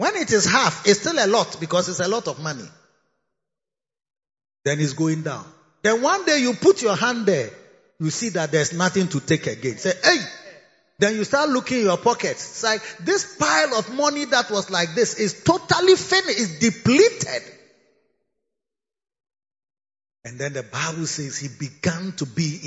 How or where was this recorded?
large echoing room